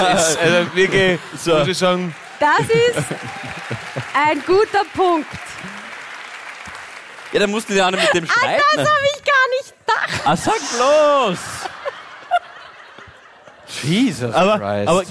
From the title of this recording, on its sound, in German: Hawi D'Ehre LIVE - Eisenstadt